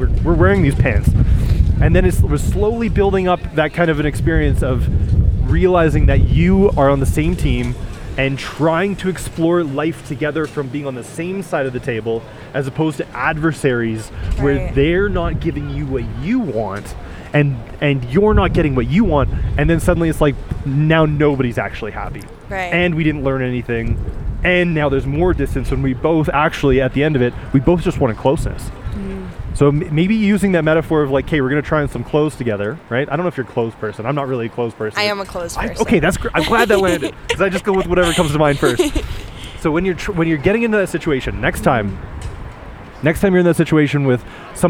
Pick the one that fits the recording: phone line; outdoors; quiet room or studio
outdoors